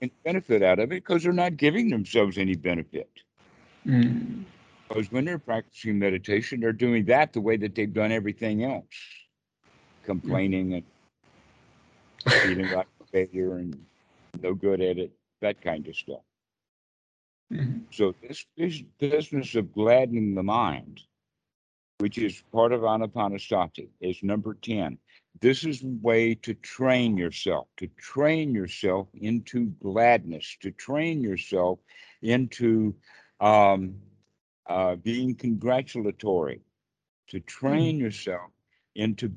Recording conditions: video call